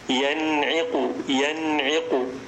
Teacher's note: فتظهر النون من غير غنة زائدة · Term: الإظهار الحلقي